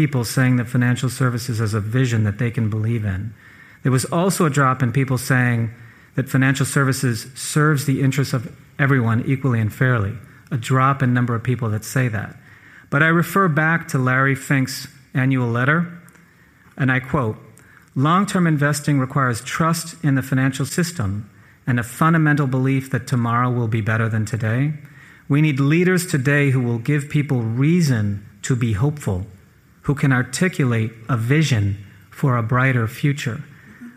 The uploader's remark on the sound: This episode was recorded live in front of an audience in Miami, a key financial center for Latin American investors.